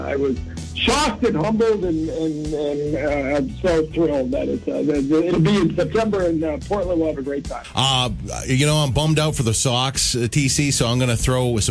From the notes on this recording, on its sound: called